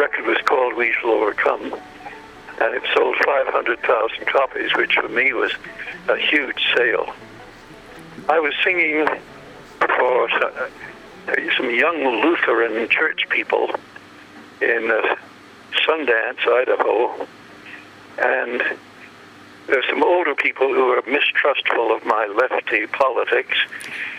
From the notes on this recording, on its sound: By phone. On his way to a performance.